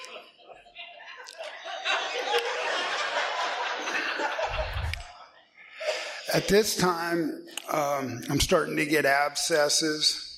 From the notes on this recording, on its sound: he is telling his story at the No Reservations Speaker Meeting held monthly on the first Saturday of the month at the Swinomish Reservation in La Conner Washington